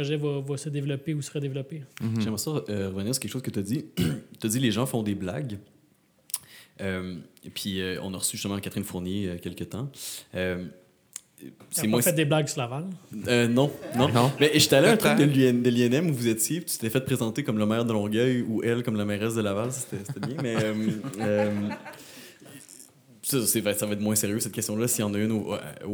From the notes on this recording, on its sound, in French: Pour ce premier événement public de Cadre Bâti. À l’espace ville autrement.